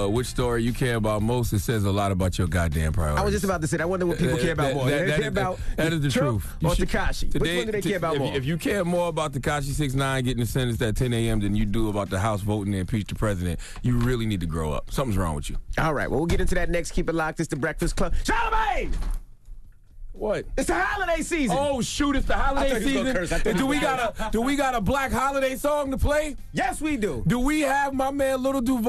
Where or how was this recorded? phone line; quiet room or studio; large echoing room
phone line